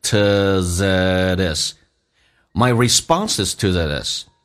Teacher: 而且 that 跟 is 有一个连音叫 thatis